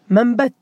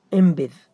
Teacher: لاحظ أنا كأنني نطقت إيش؟ النون ميم · Term: الإقلاب